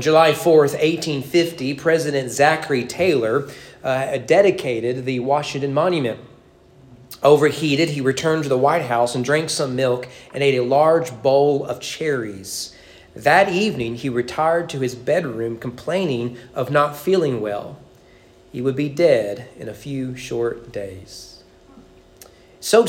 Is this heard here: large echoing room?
yes